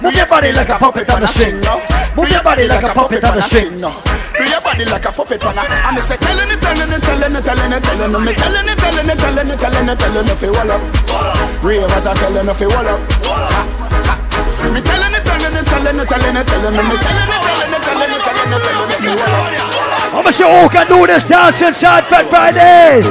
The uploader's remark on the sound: LIVE PARTY AUDIO